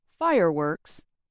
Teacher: I put greater loudness on fire. If I put the stress on works, it changes the meaning and would confuse the listener.